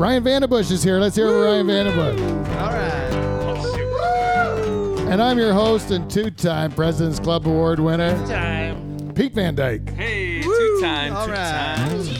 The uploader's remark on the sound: Goes on location to the site of this year's Bushstock Music Festival. On Location Lakeside Vista. Goes on location to the site of this year's Bushstock Music Festival.